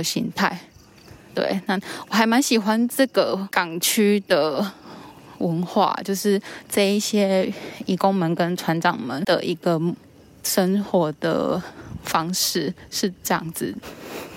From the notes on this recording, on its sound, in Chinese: 漁船與移工．聲音地景。戴口罩巡港邊走邊錄音，。呼吸聲請多擔待。